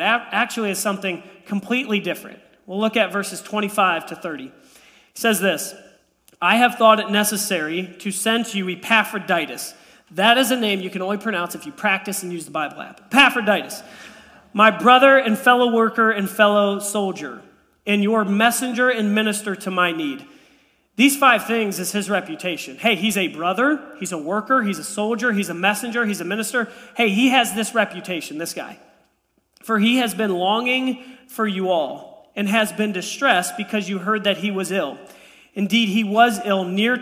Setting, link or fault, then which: setting, large echoing room